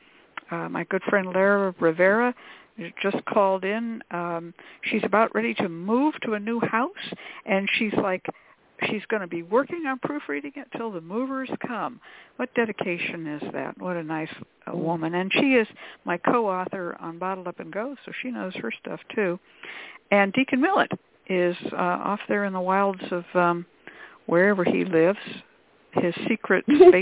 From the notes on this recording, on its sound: a real, live call-in show